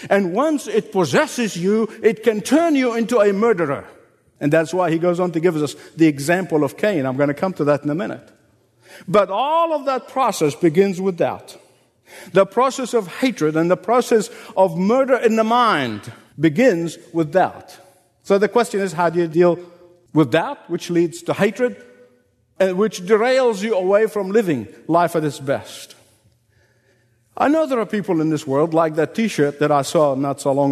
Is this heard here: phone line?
no